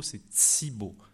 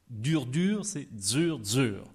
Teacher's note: c'est le fait qu'on prononce ts et dz devant i et u · Term: assimilation